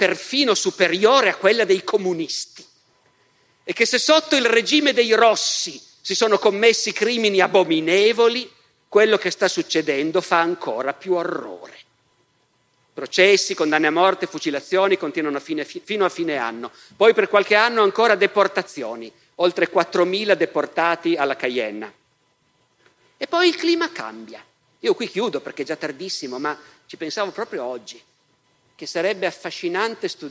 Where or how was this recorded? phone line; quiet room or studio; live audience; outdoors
live audience